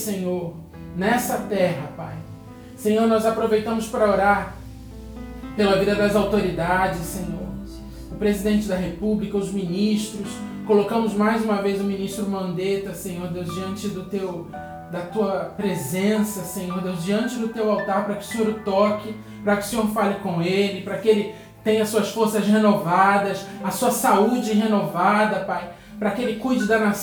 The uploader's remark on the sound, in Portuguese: feita em Live do Instagram da Missão Apostólica Internacional Kairós